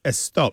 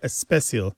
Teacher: This adding of the eh sound before an S word in Spanish and some of the Indian languages · Term: prothesis